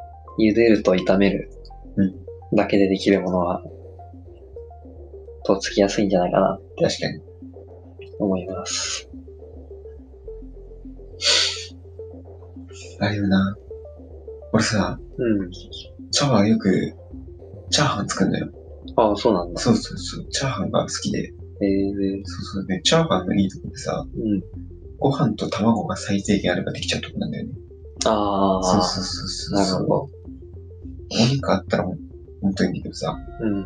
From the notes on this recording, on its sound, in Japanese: 音質が悪いかもしれないです、試行錯誤中です。